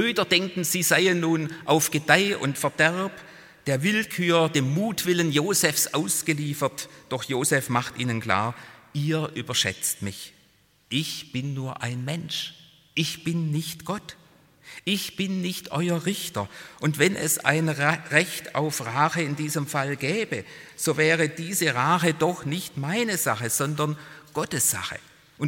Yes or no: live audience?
yes